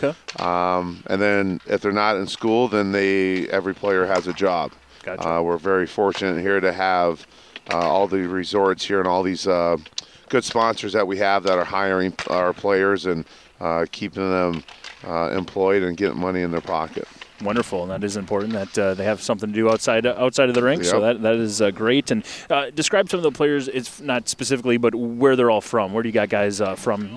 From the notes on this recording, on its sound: The show is recorded every Wednesday at 5:30pm LIVE from The Keg and Patio in Wisconsin Dells next to their beautiful new ice skating rink.